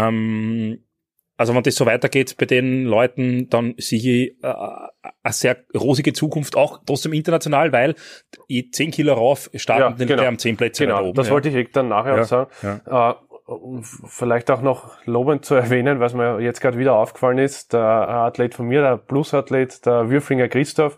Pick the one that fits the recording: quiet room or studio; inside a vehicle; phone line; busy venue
quiet room or studio